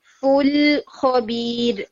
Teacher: پھر اسی طرح سے فا جو ہے اس کی ساؤنڈ بھی ویک تھی. فل خبیر، فا کے اندر بھی آپ کی ایئر کی ساؤنڈ آنی چاہیے